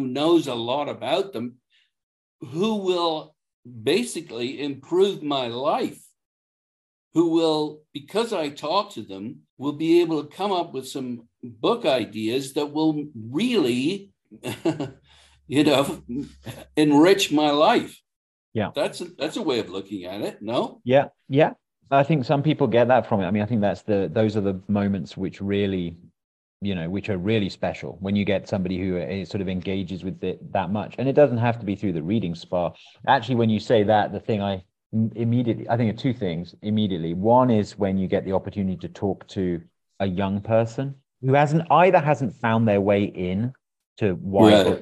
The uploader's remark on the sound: We spoke via Zoom.